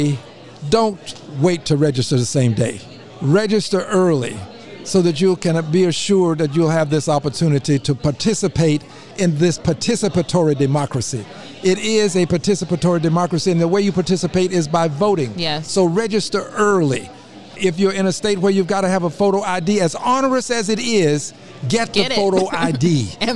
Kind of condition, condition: setting, busy venue